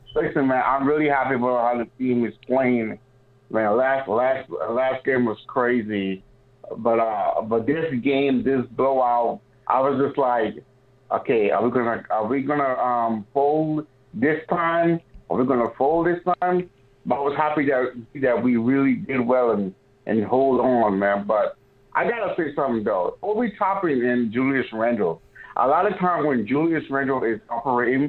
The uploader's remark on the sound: LIVE after the game while taking phone calls from listeners.